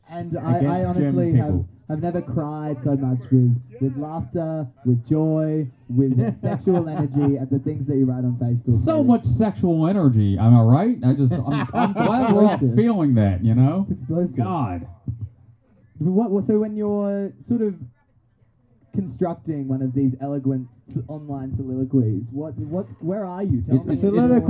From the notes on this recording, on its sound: Live from the Stoke Travel campsite in Pamplona. Straight outta the searing heat.